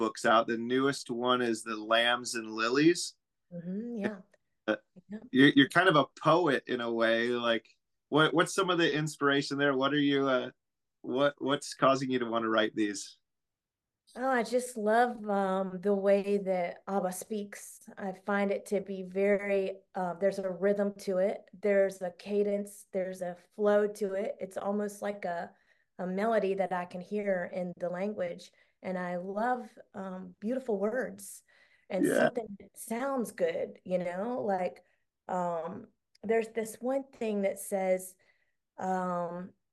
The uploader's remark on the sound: Zoom call.